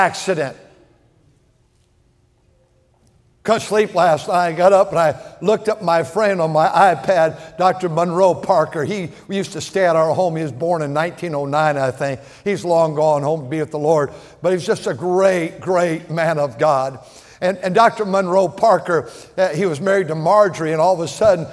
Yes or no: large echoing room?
yes